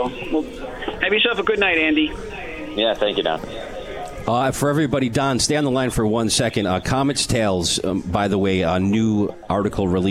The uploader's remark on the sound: Live from Swifty's in Utica NY